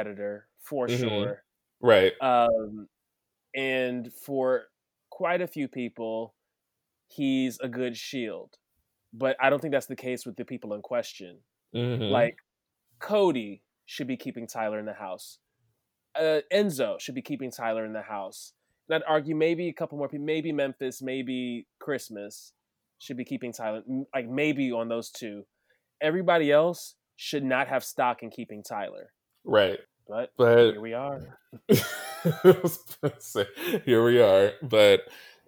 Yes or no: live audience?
no